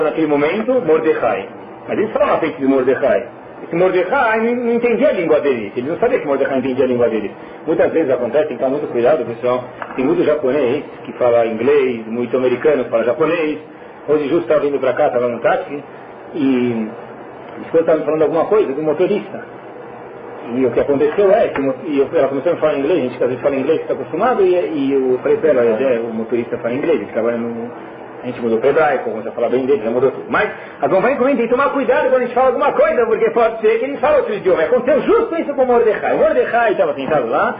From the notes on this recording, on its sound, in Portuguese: Shiur recuperado – Desculpem a baixa qualidade.